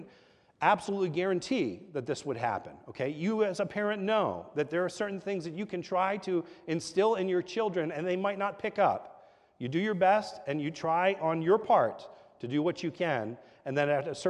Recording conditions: large echoing room